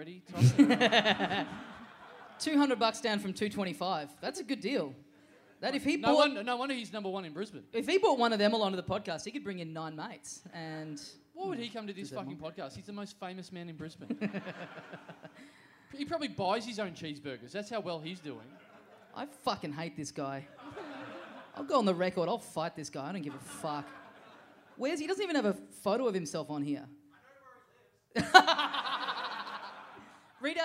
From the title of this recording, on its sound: Live!